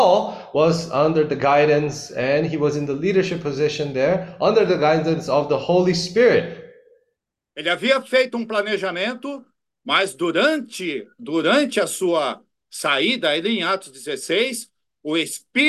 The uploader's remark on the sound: zoom meeting